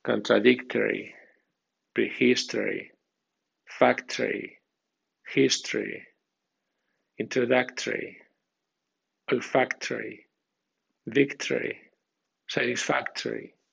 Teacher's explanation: con acento débil después de sílaba fuerte no suena tori, suena try. Por ejemplo, contradictory, prehistory, factory, history, introductory, olfactory, victory, satisfactory.